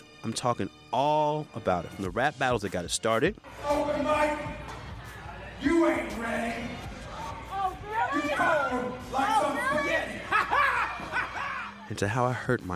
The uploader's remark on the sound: LIVE at London Podcast Festival. Part two of the live episode we recorded at London Podfest!